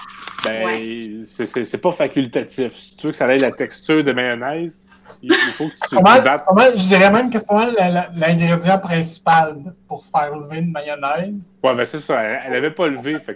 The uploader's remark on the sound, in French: Enregistré sur appel vocal Facebook